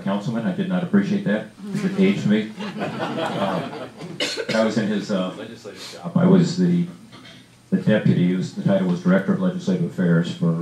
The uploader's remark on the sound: WASHINGTON, DC. Appeared before a breakfast meeting of The Ripon Society, delivering a speech.